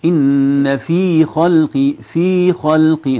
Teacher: أنا ما سمعت المد في الفاء · Term: مد طبيعي